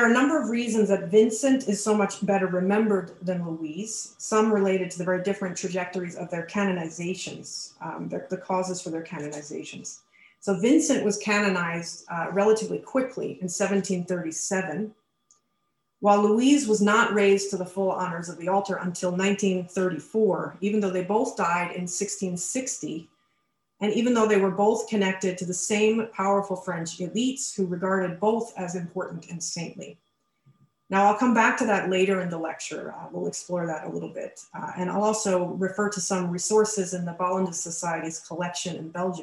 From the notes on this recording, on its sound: A webinar lecture